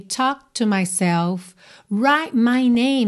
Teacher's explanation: a gente quase não ouve mesmo essas letrinhas consoantes oclusivas